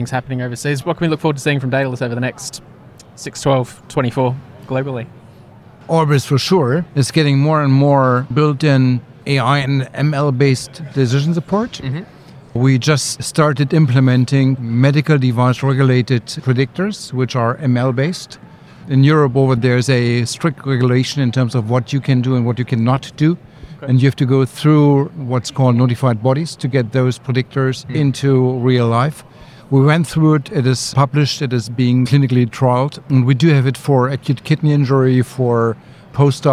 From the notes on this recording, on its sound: In this episode of Talking HealthTech recorded at MEDINFO 2023 in Sydney